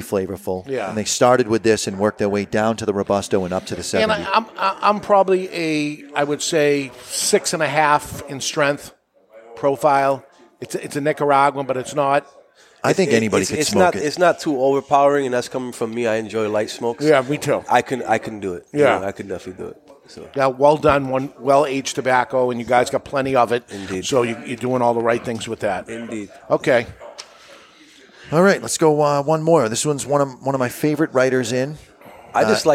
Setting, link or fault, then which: setting, live audience